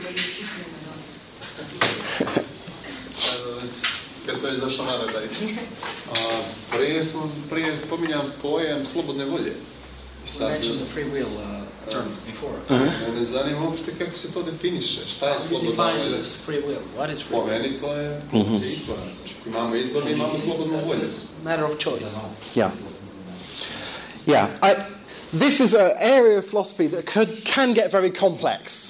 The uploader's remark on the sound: Lecture and discussion at Montenegro University in Niksic, November 2012.